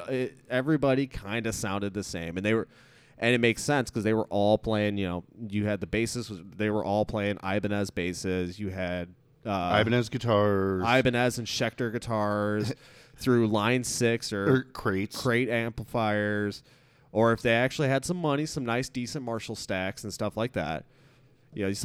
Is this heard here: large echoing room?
no